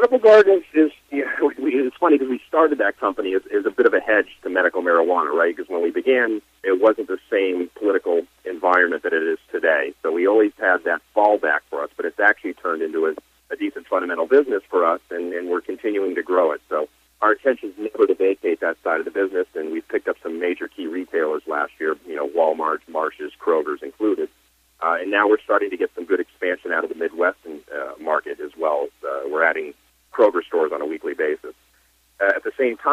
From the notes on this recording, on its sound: called in to SmallCapVoice